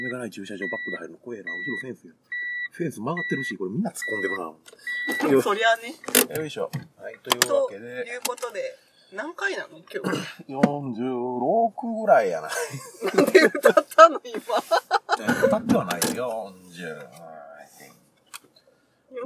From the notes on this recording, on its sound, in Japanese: 走行中の車内からお届けします！